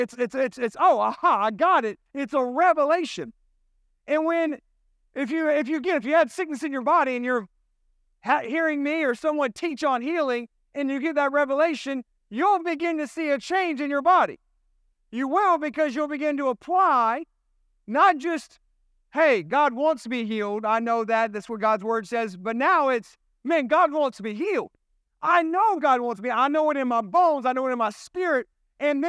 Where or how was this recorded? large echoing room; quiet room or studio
large echoing room